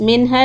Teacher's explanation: the noon is إظهار because ha next letter is from the throat